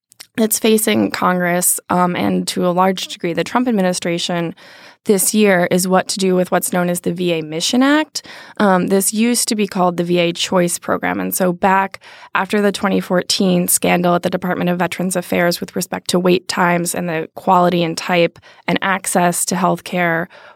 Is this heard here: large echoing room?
no